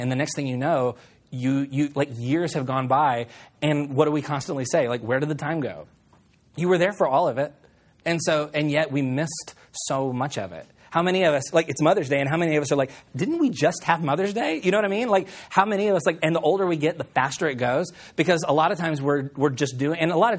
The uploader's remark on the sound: on May 8, 2016 at Collective Church in Roanoke, Texas.